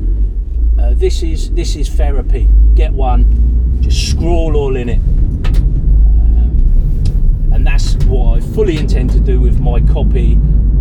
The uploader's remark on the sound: A fleeting episode, the audio is poor so I'm taking it down next week.